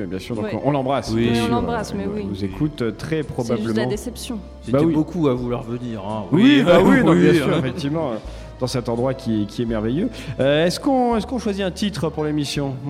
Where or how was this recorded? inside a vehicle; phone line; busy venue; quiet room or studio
busy venue